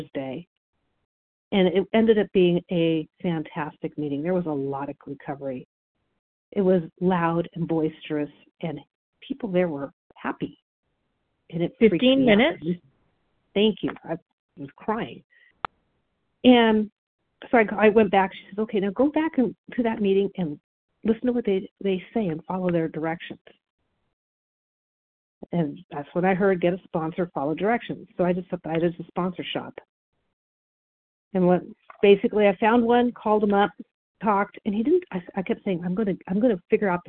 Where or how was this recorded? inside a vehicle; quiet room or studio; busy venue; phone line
phone line